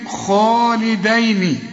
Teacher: الخاء هي المفخمة بالمد بتاعها